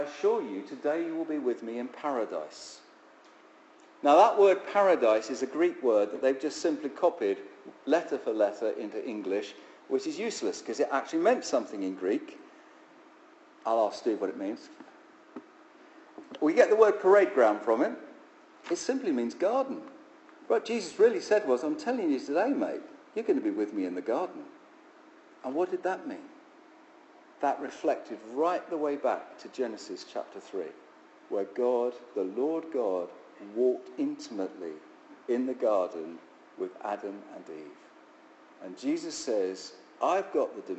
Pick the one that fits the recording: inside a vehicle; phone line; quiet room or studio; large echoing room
large echoing room